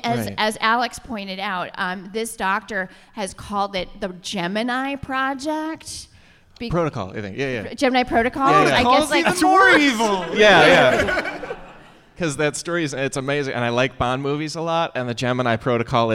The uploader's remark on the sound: joined live in New York at the Now Hear This podcast festival